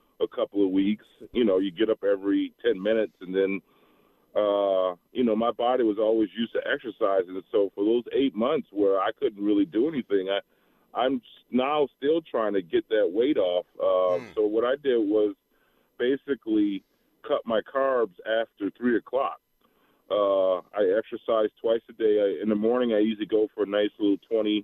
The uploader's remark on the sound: takes your phone calls